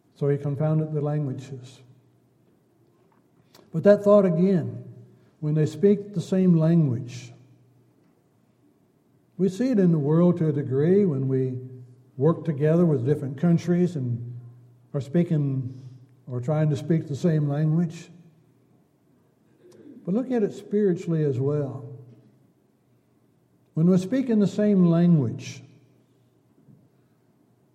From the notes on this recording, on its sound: Downtown Church Of Christ Audio Sermon